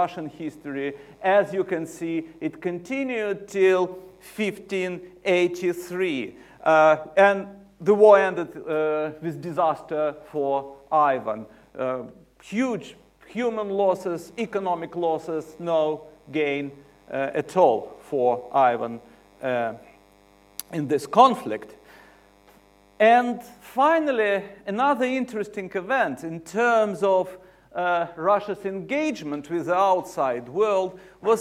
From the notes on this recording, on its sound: UCL Lunch Hour Lecture